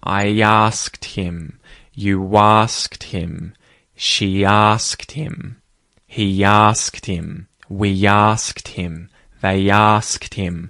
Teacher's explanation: pronouns like I, you, he, she, we, and they, all ending with vowel sounds, linking to the word asked with either a Y or a W sound